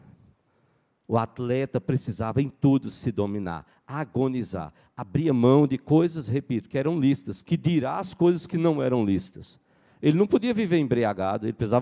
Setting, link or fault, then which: setting, large echoing room